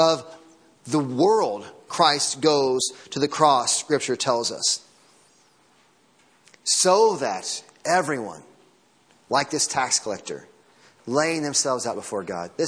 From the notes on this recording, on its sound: Sunday morning sermon audio